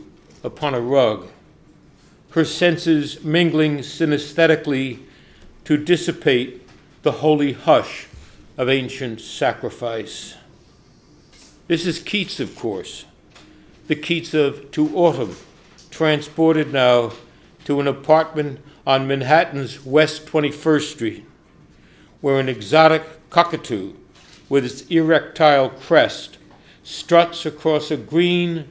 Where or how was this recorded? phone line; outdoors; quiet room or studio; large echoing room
large echoing room